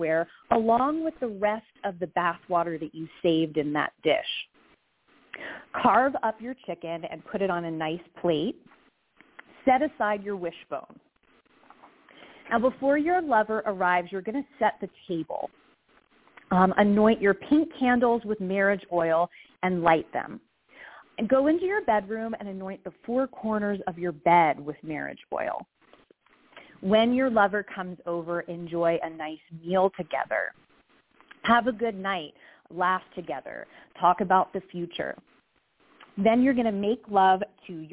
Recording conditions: phone line